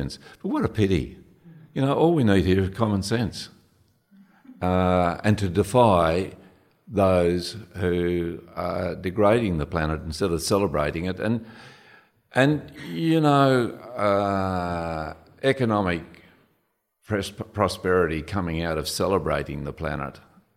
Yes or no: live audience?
yes